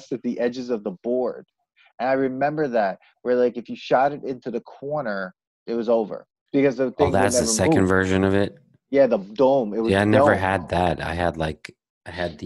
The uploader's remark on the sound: We recorded this on September 14th, 2020, on Zoom so there are some small sound discrepancies